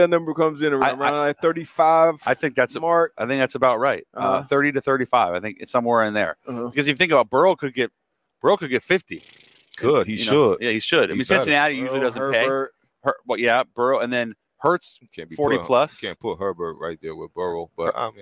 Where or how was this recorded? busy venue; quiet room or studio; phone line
busy venue